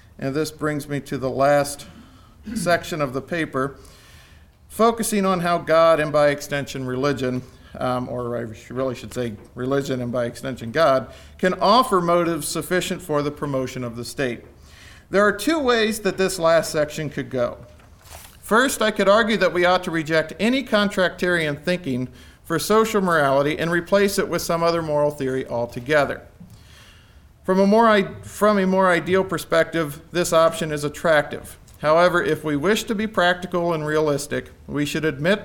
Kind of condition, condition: setting, large echoing room